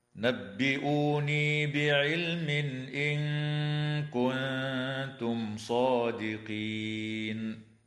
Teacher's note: وتخفى النون الساكنة في قوله تعالى إن كنتم مع الغنة مرققة